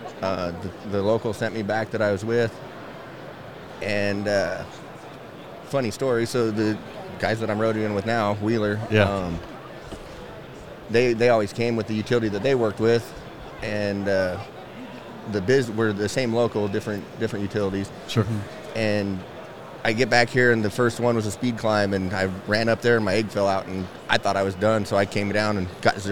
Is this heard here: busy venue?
yes